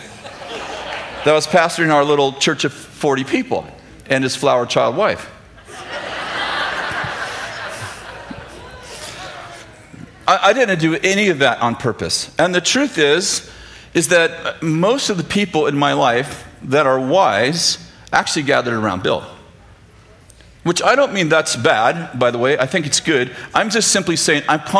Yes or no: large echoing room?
yes